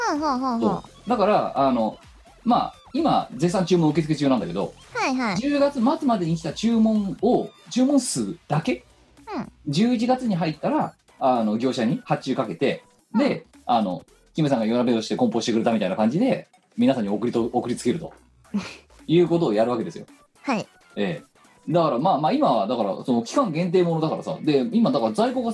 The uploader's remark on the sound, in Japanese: 本番組はリモート収録です。収録時環境の影響により、聴き取り辛い部分があります。